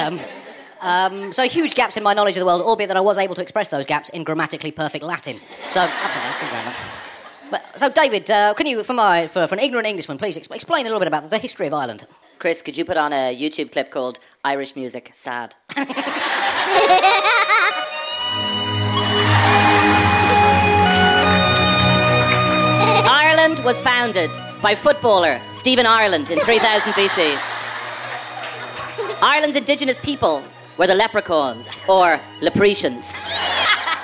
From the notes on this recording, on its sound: Recorded live at the Sugar Club in Dublin – part of our UK tour and the Dublin Podcast Festival.